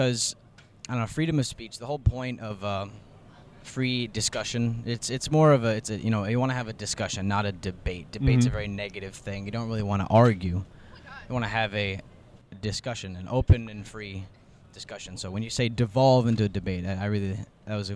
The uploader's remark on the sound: Episode 9 takes the listeners outside of the studio and into the heart of NC State’s campus: the Brickyard. Offering passing students an opportunity practice their “freedom of speech” and participate in the episode.